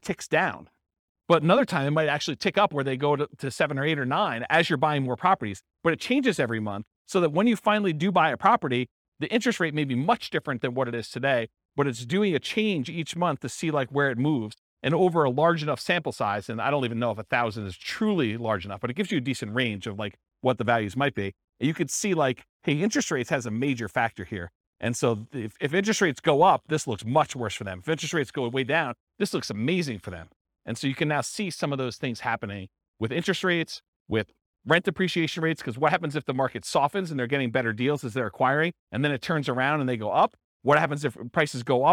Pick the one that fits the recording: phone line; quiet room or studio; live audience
live audience